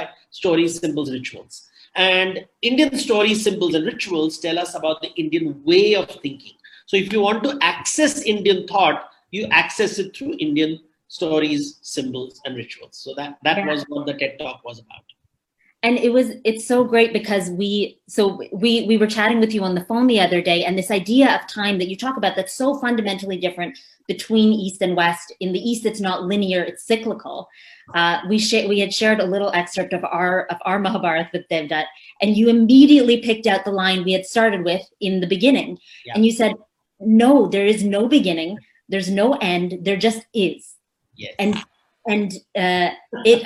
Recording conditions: video call